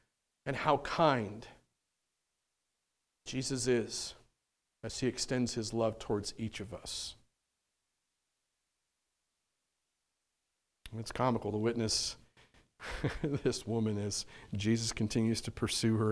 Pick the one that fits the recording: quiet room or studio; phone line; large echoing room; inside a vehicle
large echoing room